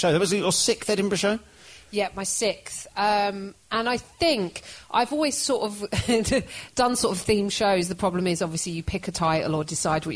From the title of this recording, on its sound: Live at Larmer Tree Festival